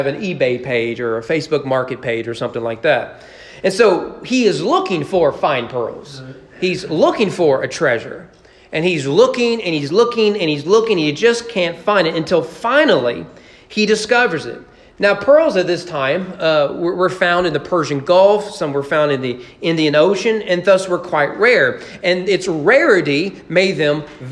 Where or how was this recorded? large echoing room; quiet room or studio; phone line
large echoing room